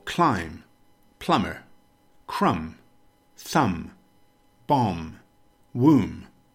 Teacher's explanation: when a B follows an M, it is generally silent?